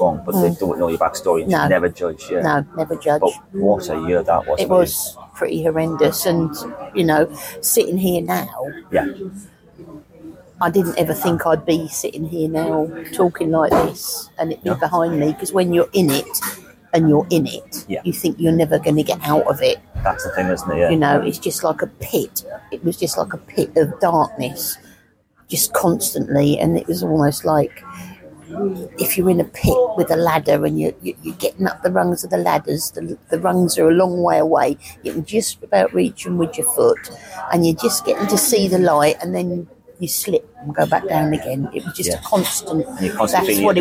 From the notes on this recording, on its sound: I take my show on the road and on location to a coffee shop. A conversation between 2 friends, over 2 coffees, with 2 microphones whilst watching the world go by outside the window.